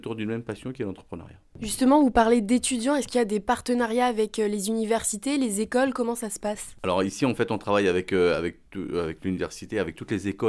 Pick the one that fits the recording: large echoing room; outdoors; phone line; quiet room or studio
quiet room or studio